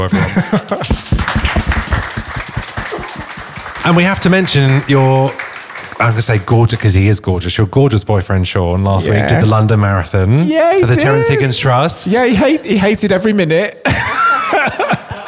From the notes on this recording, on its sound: The podcast has been recorded over 8 weeks, in front of a live audience at Arcobaleno, an inclusive Queer space, in the heart of Kemptown Brighton. The shows feature a panel of guests. An audience Q&A too.